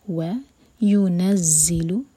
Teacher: تو پہلا ورڈ و، وينزل، واو کے لیے ہوٹ کول، و ينزل، ز پر شدہ اور ز پر بزنگ ساؤنڈ آئے گا